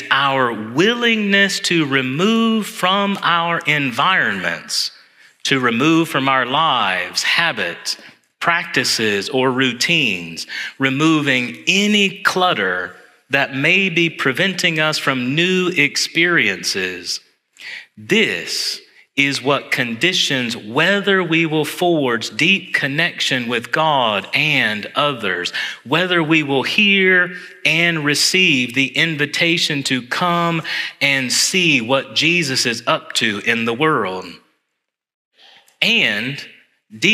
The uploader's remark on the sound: Homily preached on Sunday, January 14, 2024, in Church of the Ascension.